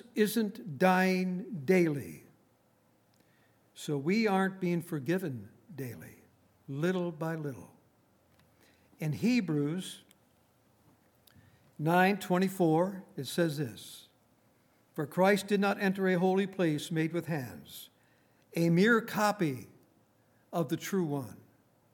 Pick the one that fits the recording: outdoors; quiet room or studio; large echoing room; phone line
large echoing room